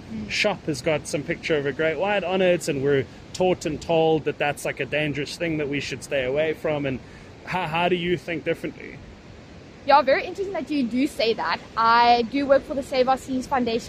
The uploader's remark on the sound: Recorded on the beach after they had completed a beach clean-up together following a dive in Cape Town.